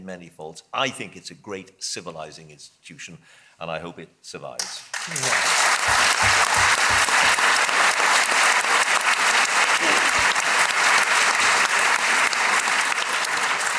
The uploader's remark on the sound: This was originally recorded at The Royal Geographic society on the 5th March 2014 in London.